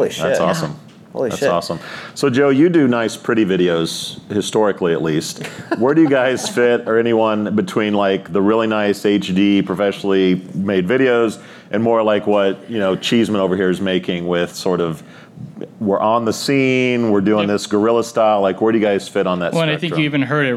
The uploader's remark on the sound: All-Star Panel, Live From TAtech in Chicago. Some of the industry’s most respected folks joined the boson stage for some good ol’ fashioned verbal jousting.